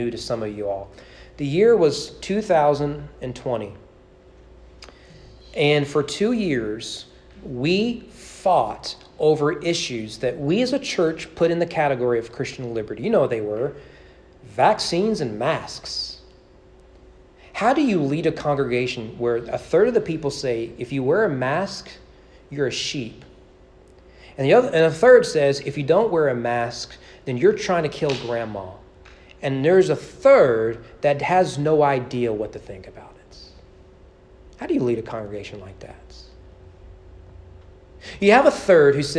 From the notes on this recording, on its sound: Sermon preached on August 31, 2022 during evening worship at East Frankfort Baptist Church.